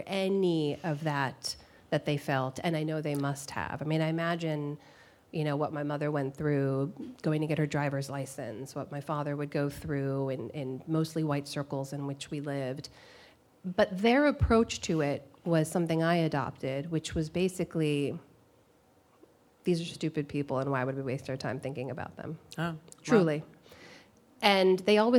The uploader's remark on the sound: before a live audience